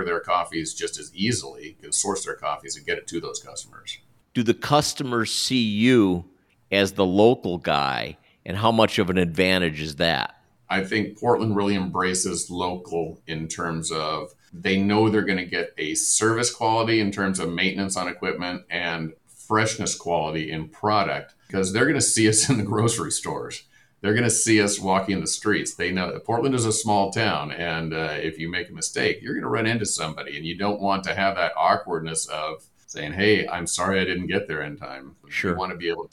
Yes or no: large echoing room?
no